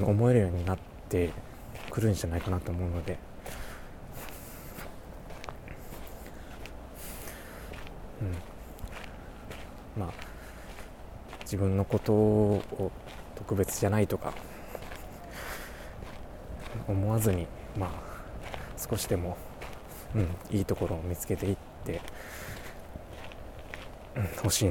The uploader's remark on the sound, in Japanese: お散歩/04］。歩きながらつらつらとお話ししています。今回ノイズや風切り音が少し多めになっております。